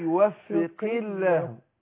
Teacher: القاف لما بتكسر تاخد أدنى درجات تفخيم